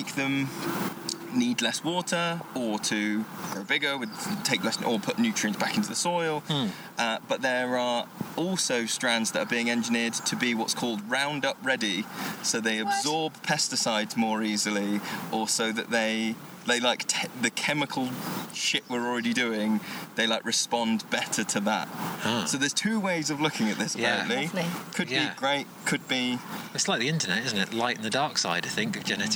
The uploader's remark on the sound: This episode features a collection of live recordings from the FSA conference in Oxfordshire!